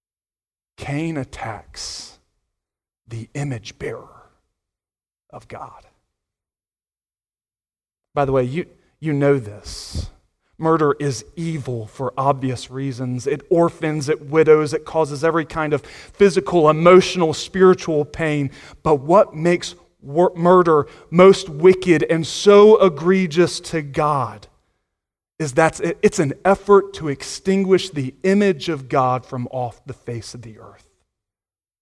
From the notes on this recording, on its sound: Sunday Morning Sermon Audio.